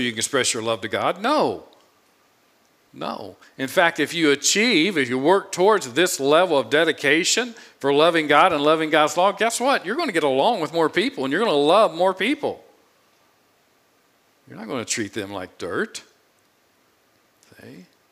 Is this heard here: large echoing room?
yes